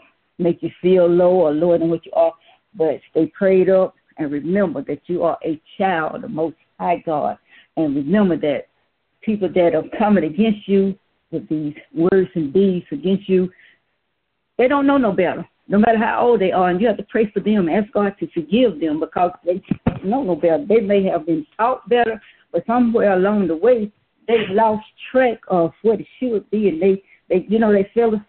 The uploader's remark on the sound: Youth Conference Call. Join Our Service Live via Conference Call.